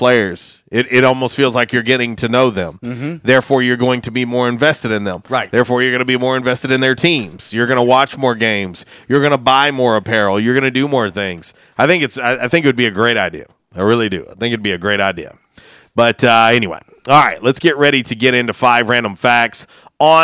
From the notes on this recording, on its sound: Was a 2 For Tuesday, LIVE from JTown's Grill! On The Ticket 95.3 Fm/970 AM, Ritter Communications Tubetown 21!